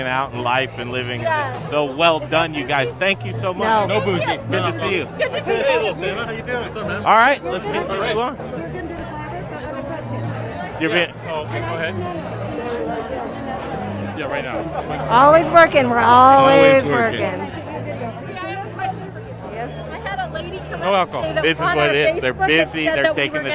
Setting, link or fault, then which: setting, busy venue